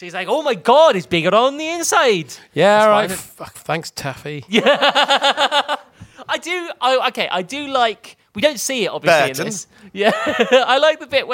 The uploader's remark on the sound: Venture to London to tell a live audience.